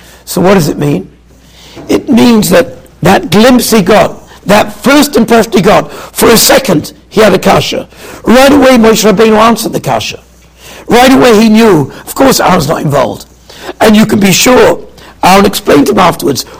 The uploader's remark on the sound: Shiur recorded in Yeshivas Ohr Reuven, Monsey, NY.